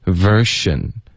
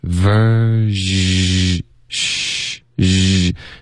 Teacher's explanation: 所以这个 sh 跟 z 唯一的区别就是浊清的区别